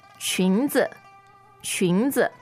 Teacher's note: So second tone and neutral